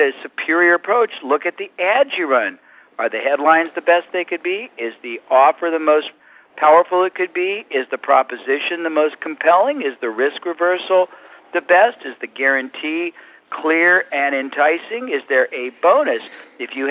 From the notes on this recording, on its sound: I managed to get a few minutes with him by phone